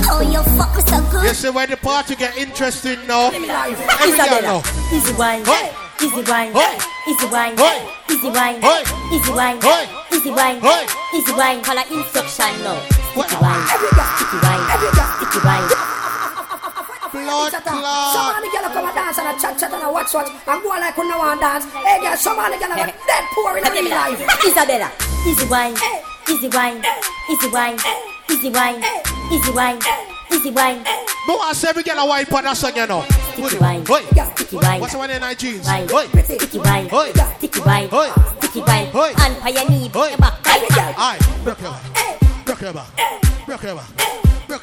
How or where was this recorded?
busy venue